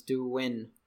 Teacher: we also drop the G off of the doing, so it becomes doin